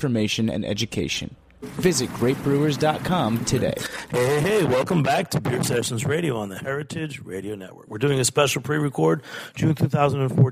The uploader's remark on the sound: Recorded on-site at Jimmy’s No 43 a few months ago, this episode features an in-depth discussion on cider and some on-air tastings.